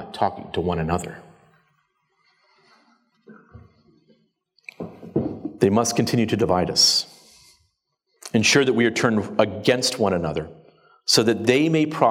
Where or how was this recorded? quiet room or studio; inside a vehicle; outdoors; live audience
live audience